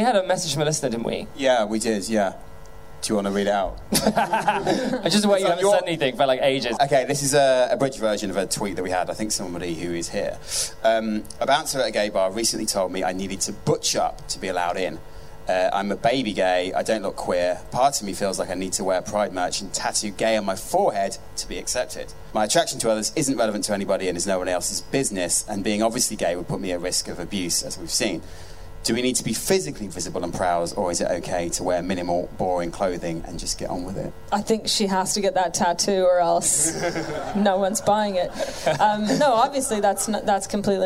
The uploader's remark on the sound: Live from our big London show at The Underbelly in June 2019